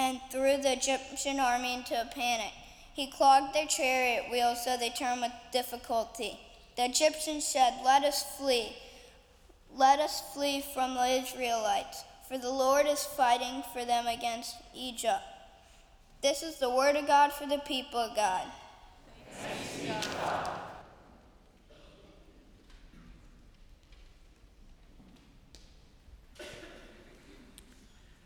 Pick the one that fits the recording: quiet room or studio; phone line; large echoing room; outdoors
large echoing room